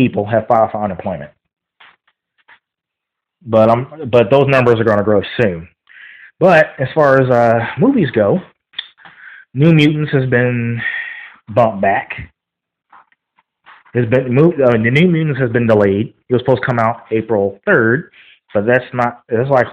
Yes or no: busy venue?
no